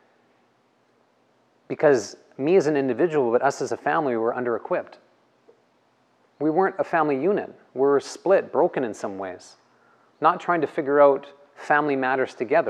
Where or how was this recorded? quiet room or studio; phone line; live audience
live audience